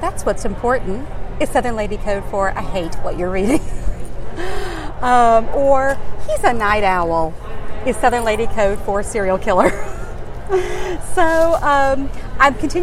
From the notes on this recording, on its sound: Interview was recorded live at ALA Midwinter.